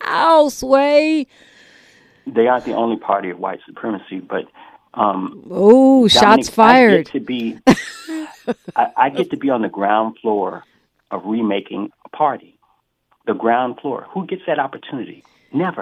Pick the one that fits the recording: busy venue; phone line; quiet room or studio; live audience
phone line